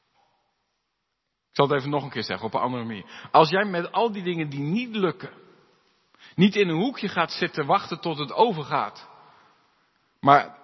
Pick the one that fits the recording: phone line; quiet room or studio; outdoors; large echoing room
large echoing room